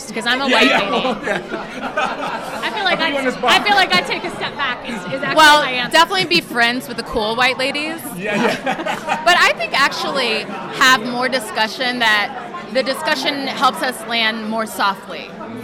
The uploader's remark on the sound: Live from The Black Theatre Coalition Inaugural Gala. Islive on the red carpet at The Black Theatre Coalition Inaugural Gala.